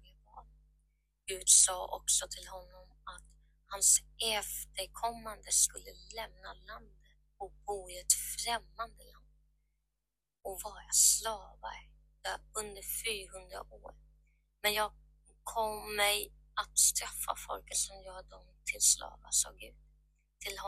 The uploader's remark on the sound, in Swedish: ber om ursäkt för dåliga ljudet